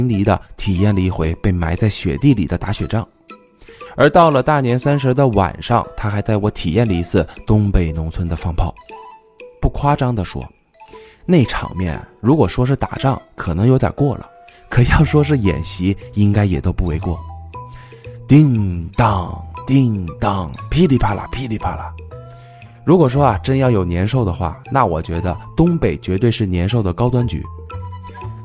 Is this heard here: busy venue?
no